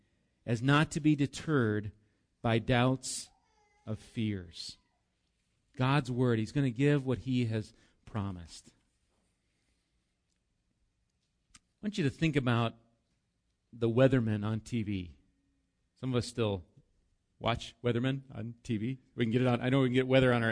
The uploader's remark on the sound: Recorded live at Bethany Bible Church